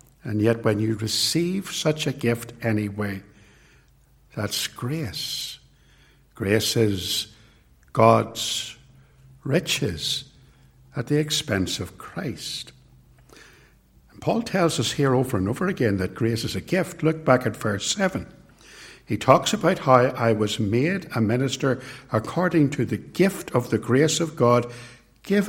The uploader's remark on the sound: It was recorded at TRC